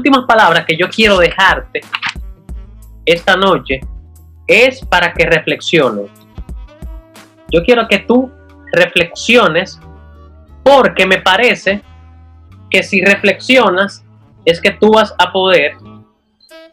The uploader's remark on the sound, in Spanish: Aquí te dejo una compilación de algunas partes de la conferencia online. Que di vía zoom al equipo de DOers y sus invitados.